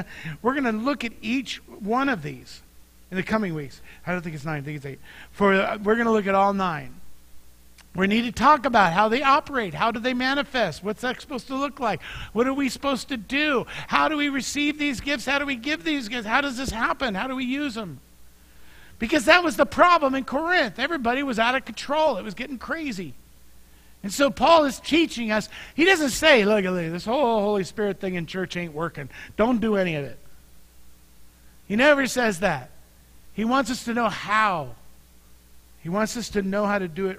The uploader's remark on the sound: Mt. Zion Church Live!